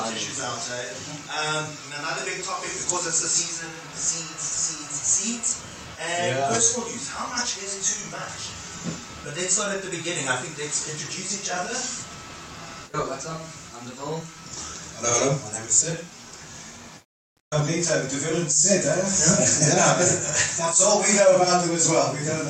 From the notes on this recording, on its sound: Sorry for the degraded audio for the 1st 20 minutes.